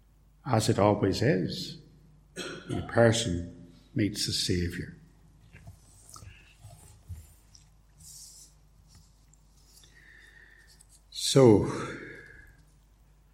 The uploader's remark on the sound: In this portion of a sermon preached at Templepatrick Reformed Church